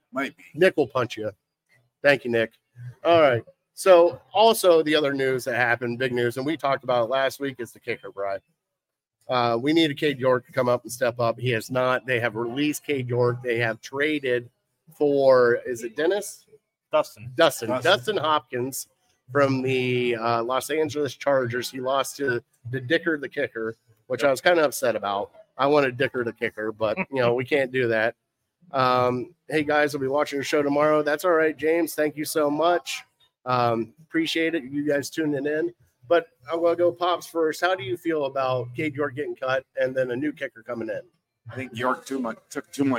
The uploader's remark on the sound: Live At Gino's